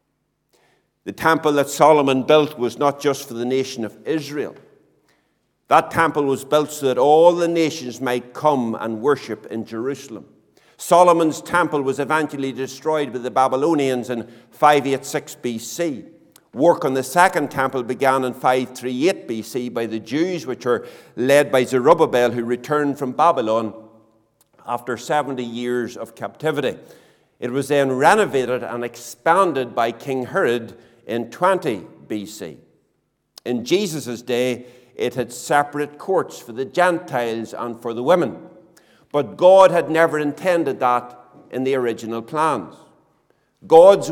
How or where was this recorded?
large echoing room